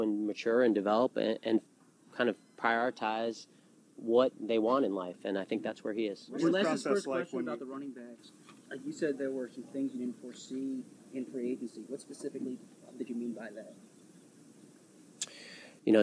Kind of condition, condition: setting, busy venue